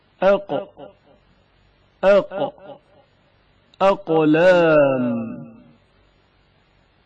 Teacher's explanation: قاف کی آواز شدت کے ساتھ ادا ہوتی ہے اور اچانک منقطع ہو جاتی ہے. اق، اق، اقلام، اقلام، قاف کے تلفظ کے وقت زبان کی حالت پر توجہ کریں.